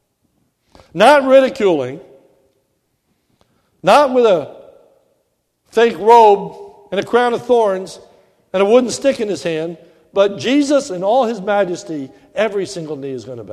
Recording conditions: large echoing room